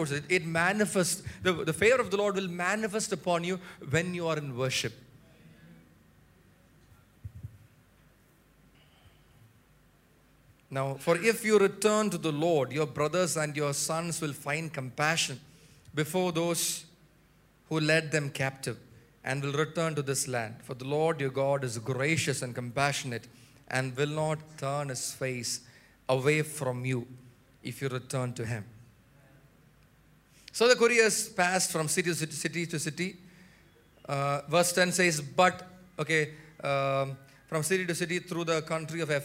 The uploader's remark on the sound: Preached at Sunday Service. At Revelation Church.